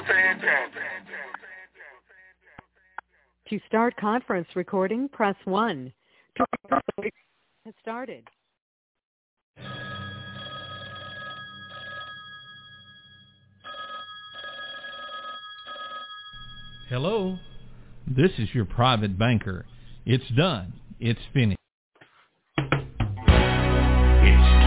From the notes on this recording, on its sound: TNTSuperfantastic Conference Call.